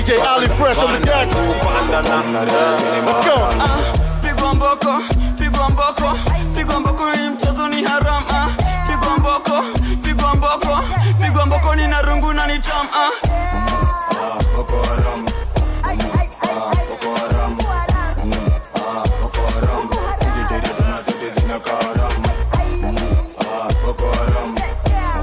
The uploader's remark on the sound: a live DJ set at a recent event